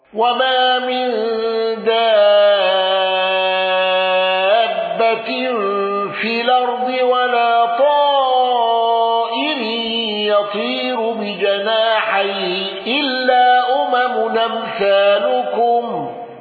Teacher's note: الأزرق على الوجه السابق بتفخيم الراء